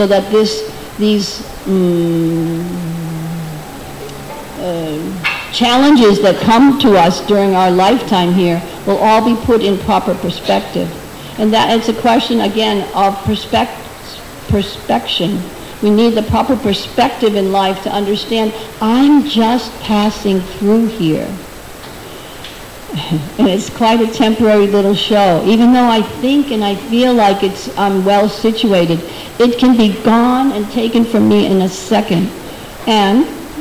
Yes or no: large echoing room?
yes